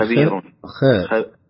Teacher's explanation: يعني الخاء دائما مستعلية، يعني اللسان يرتفع عند حرف الخاء